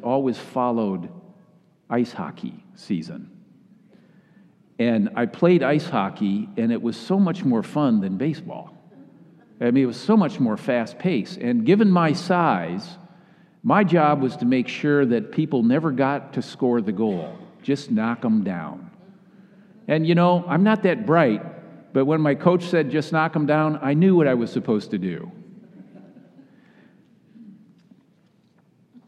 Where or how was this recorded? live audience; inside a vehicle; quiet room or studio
live audience